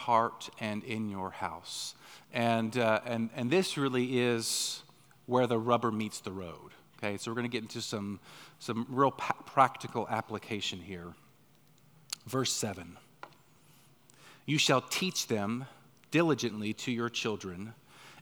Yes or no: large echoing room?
yes